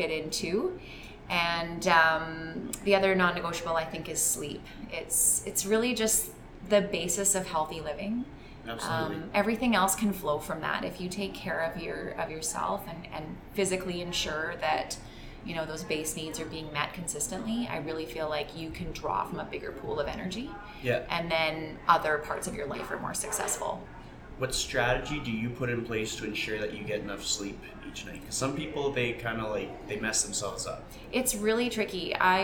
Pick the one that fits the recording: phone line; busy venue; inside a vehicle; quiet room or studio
busy venue